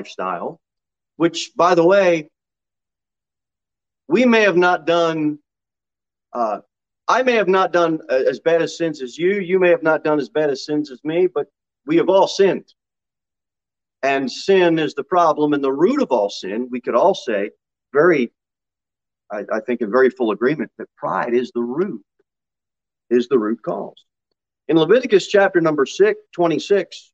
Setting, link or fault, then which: setting, large echoing room